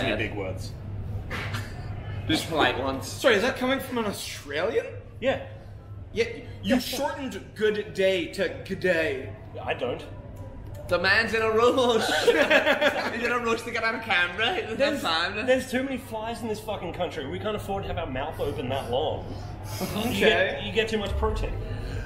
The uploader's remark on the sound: Live from Fringeworld. Courtside Karens in Perth.